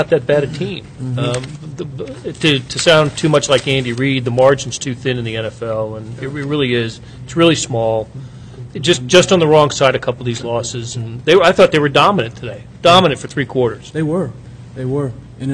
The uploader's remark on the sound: live from Arrowhead Stadium